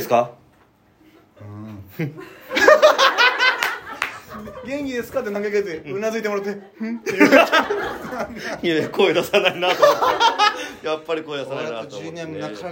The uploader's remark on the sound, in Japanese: 第4回トークライブ公開収録』 from Radiotalk。